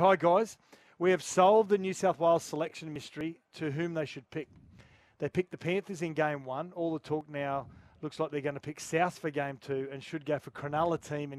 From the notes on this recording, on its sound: Live from Cbus Super Stadium ahead of the round 15 clash between the Titans and Tigers.